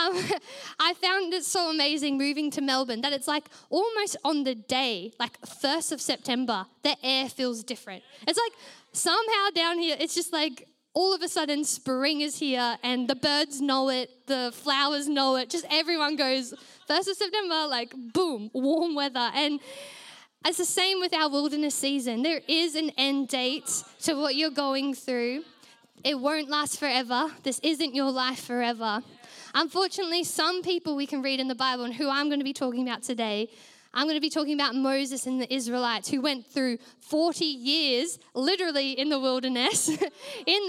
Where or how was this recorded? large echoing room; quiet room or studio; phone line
large echoing room